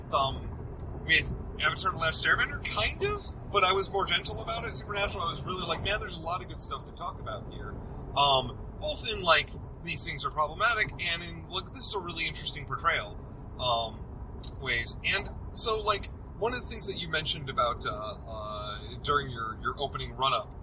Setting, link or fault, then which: setting, inside a vehicle